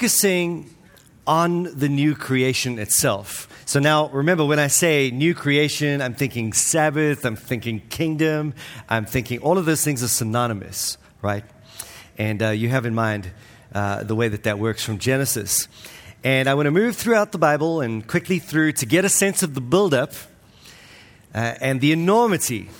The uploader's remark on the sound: This week's episode is from the 2023 Pactum Conference, All Things New .